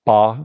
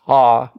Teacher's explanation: There's something called VOT, the voice onset time, the delay between the burst sound and the vocal folds going. So ba, they're together, and pa, there's a delay.